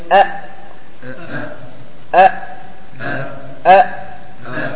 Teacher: هو ذكر أجد قط بكت ثمانية حروف، هذه الثمانية الحروف هي حروف الشدة، عندما تقول أ ينقطع الصوت لا يستمر معها